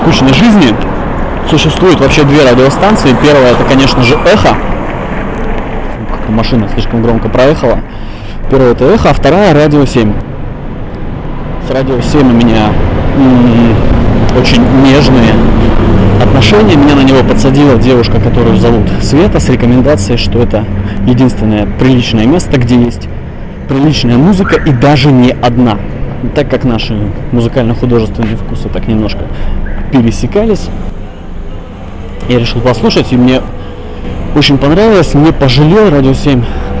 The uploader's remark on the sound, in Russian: Продолжение подкаст-марафона по случаю Дня Радио. Атмосферный шум центральных улиц города Иркутска. Ужасное качество записи.